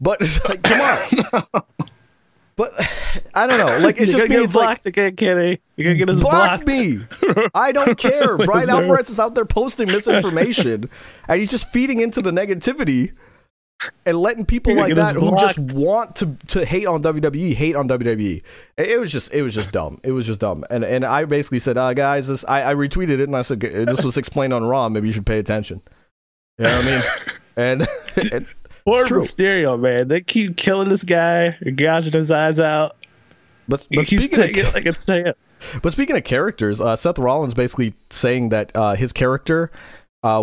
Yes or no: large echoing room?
no